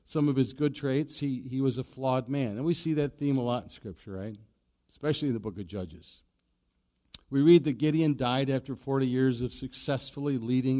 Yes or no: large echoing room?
yes